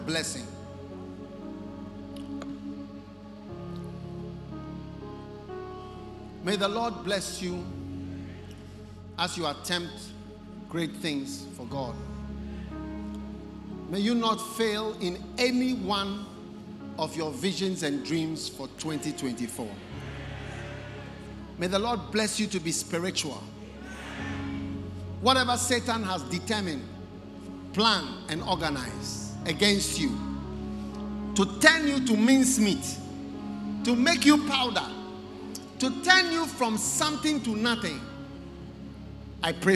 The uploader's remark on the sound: Preached at The Attempt Great Things For God Service, First Love Center. Accra.